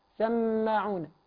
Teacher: سماعون طبعا زمن التشديد أيضا نراعيه يعني اثنين ميم سماعون لأن البعض ممكن يختلس أو ممكن يقلل أو ممكن يبالغ. · Term: تشديد الميم